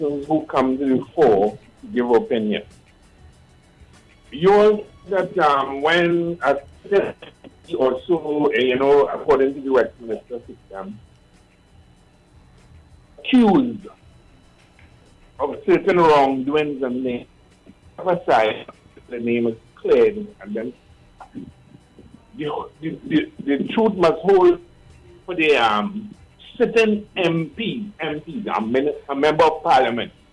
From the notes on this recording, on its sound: we take more calls from the audience